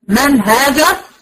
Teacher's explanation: من النون طالعه من مخرجها بدون زمن · Term: الاظهار